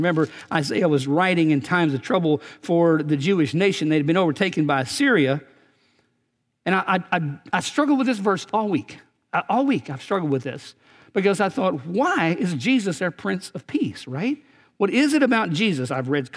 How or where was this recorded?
large echoing room